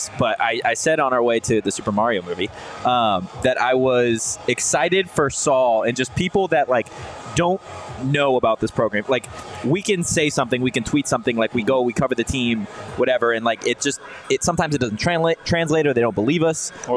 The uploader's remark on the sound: Spring Game Special Live from Illegal Pete's. Live from Illegal Pete's in Tempe.